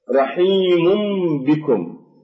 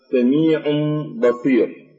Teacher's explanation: هذا هو موضوع الإقلاب، أي أنه يكون في النون الساكنة أو التنوين إذا جاء بعدها حرف الباء فإن النون الساكنة أو التنوين تقلب إلى ميم، النون الساكنة أو التنوين تقلب إلى ميم مشتملة على غنة